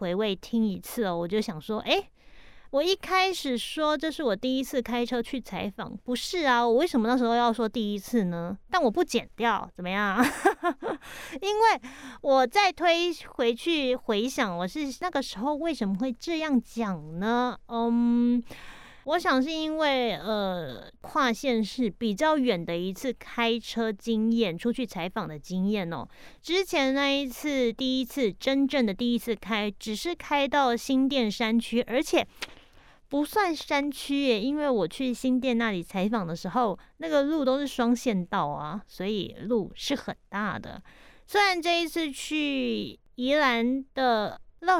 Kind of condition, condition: setting, outdoors